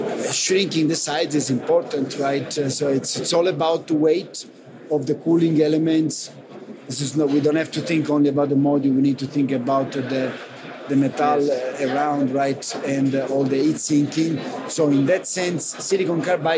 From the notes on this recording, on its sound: I would like to draw your attention to the atmosphere of PCIM and in these audios you will hear the voices.